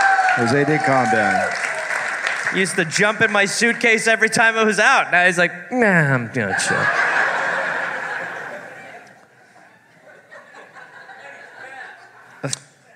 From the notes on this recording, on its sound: Live in NJ. Live from Sayreville, NJ.